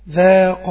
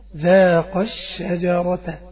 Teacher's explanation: عند الوصل ستحذف الألف لالتقاء الساكن · Shown in: second take